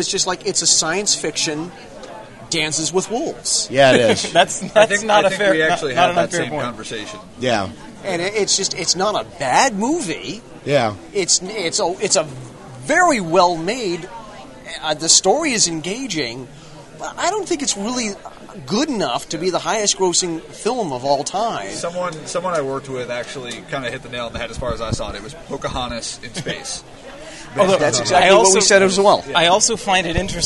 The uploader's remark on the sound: A conversation with the guys from "Geeks With Issues" that was recorded at this year�s New York comic-con.